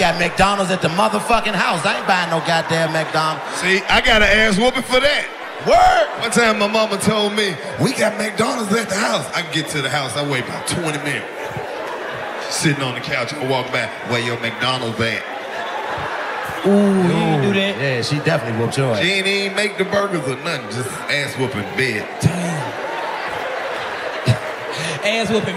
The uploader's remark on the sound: Live From The Minneapolis Comedy Festival